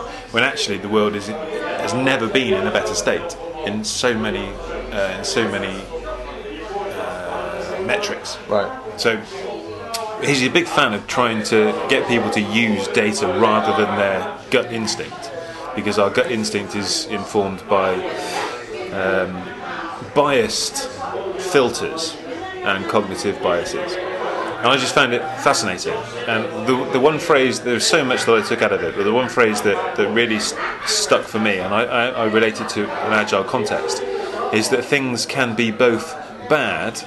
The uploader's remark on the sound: recorded a live pubcast on YouTube and here is the audio including several questions from our YouTube followers!